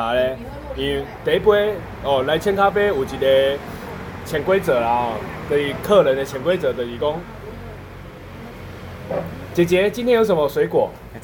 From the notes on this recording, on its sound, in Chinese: 錄音地點：牽咖啡 Chen Coffee